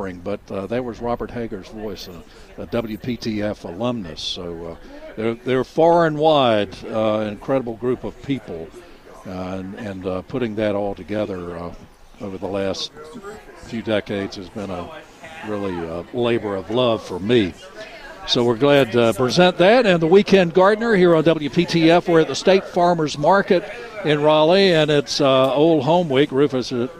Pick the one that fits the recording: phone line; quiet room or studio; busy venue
busy venue